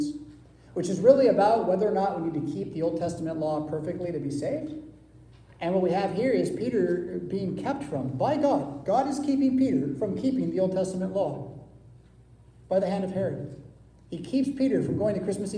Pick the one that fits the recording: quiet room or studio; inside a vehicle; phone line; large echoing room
large echoing room